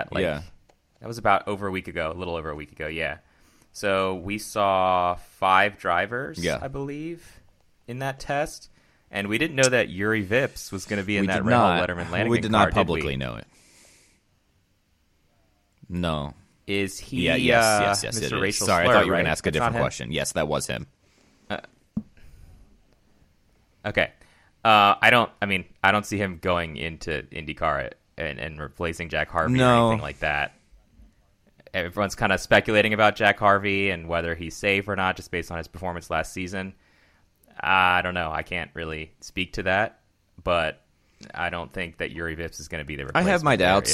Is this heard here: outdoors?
no